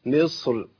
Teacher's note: كلمة مصر مثلا لو رجعتها للقاعدة الراء ترقق، أقول إيه؟ مصر، صح؟